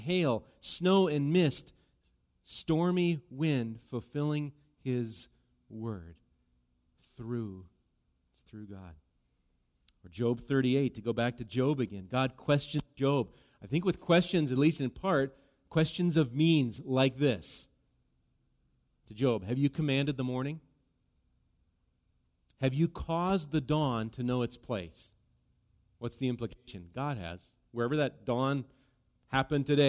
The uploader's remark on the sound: Recorded live at Bethany Bible Church. Bethany Radio is a production of Bethany Bible Church in LeRoy, MN.